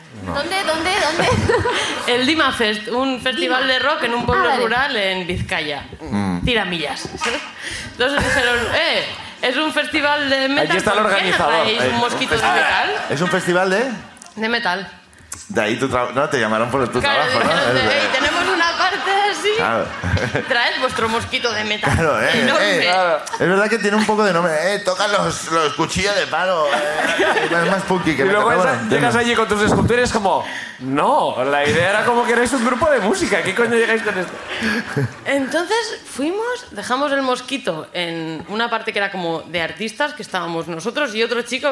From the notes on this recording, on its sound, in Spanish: La Ruina desde Bilbao. Sube el público de Bilbo.